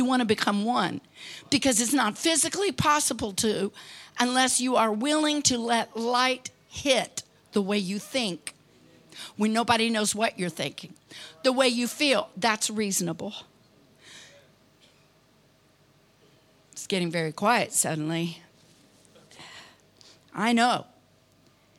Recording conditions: large echoing room